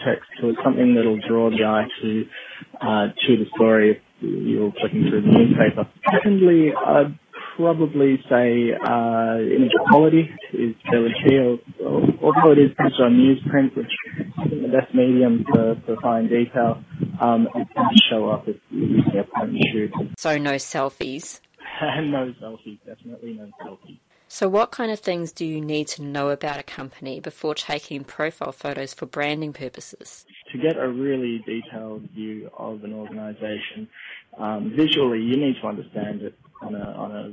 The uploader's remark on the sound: Out 'in the field' when this interview was taken, so sincere apologies for the quality of the phone audio.